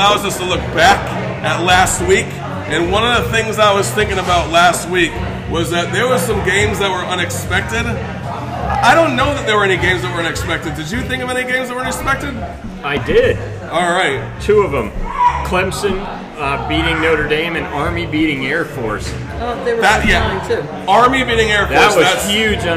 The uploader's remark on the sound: Guys at the bar talking sports. Neighborhood friends who get together weekly at the Neighborhood Watering hole MJ’s Grill in Columbia SC with some brews and a microphone.